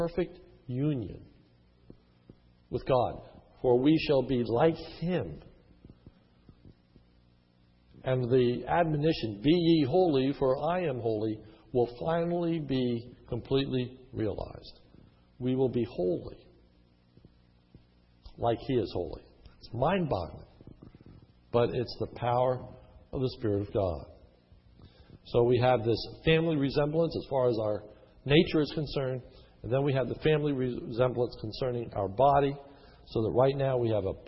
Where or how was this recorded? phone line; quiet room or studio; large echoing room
large echoing room